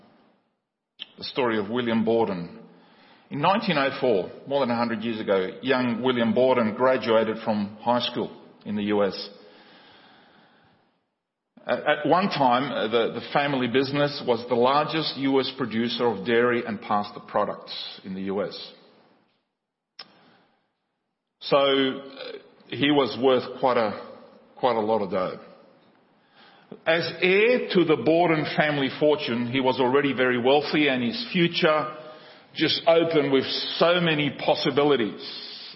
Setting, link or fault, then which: setting, large echoing room